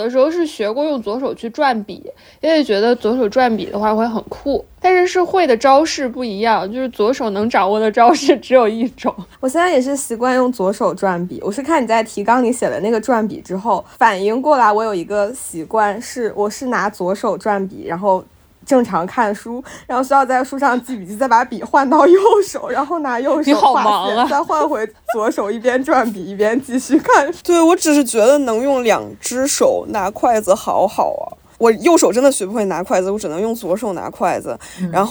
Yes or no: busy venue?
no